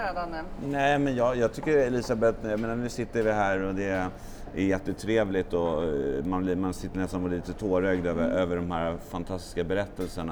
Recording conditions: background noise